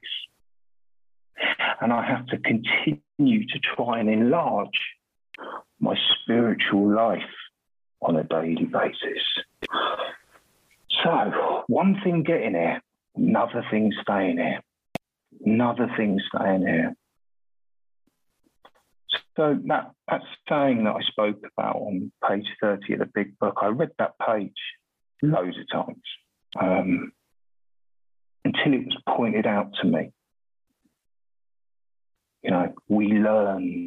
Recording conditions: video call